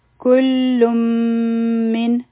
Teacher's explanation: بیا دی کل من، دلته کو تاسو خیال وکړئ نو ما کلن اونوي، بلکې ما ډایرکټ وې کلم من. نو دا به مونږ کلن نه وایو، بلکې کلم. بیا به میم دوه سیکنډه د پاره اونیسو · Term: ادغام